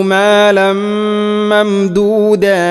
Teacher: തൻവീന് ശേഷം മീമു വന്നാൽ തൻവീനിനെ മീമിലേക്ക് ഇദ്ഗാം ചെയ്യണം. ഇദ്ഗാം കാമിലാണ്, പൂർണ്ണമായിട്ടും അതിനെ കൂട്ടിലയിപ്പിക്കണം.